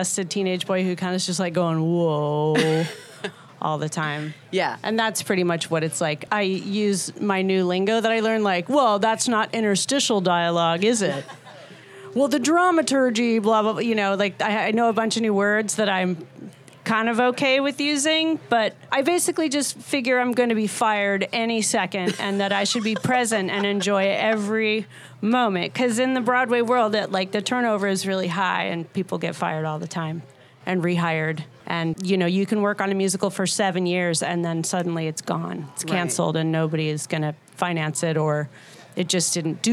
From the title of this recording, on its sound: SHEROES Live at Newport Folk Festival